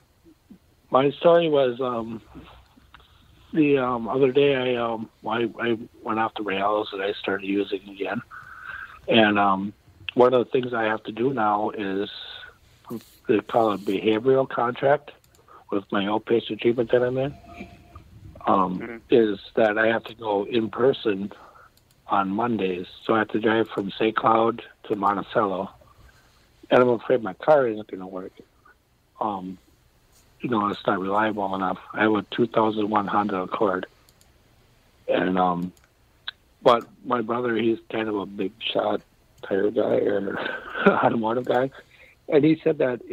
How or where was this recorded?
phone line